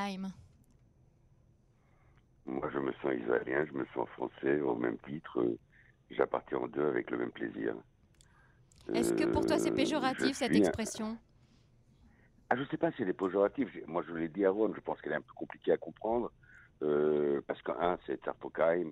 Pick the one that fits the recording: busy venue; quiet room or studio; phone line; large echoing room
phone line